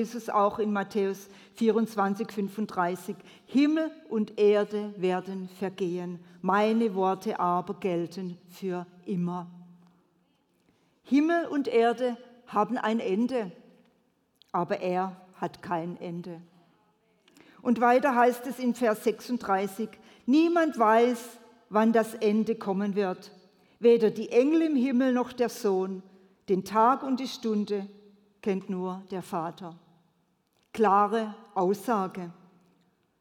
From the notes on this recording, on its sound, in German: predigt im Missionswerk Karlsruhe